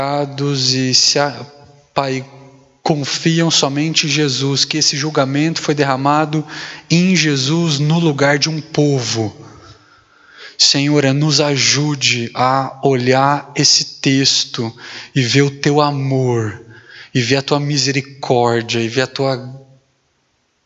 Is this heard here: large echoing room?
yes